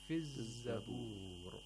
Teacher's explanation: when pronouncing the za, you have to make sure you're pronouncing it with weakness and the sound is continuing. Mm-hmm. It doesn't, you know, stop abruptly.